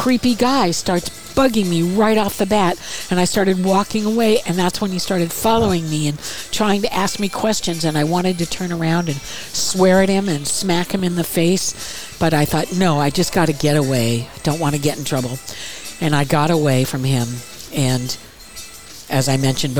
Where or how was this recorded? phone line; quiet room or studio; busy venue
busy venue